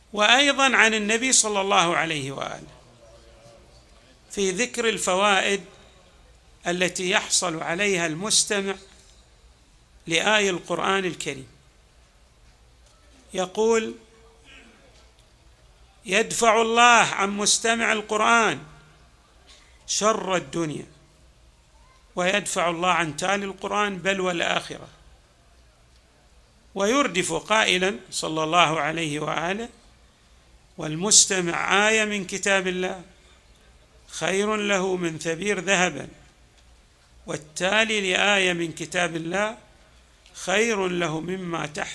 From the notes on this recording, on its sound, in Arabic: تسجيلات جامع الإمام علي عليه السلام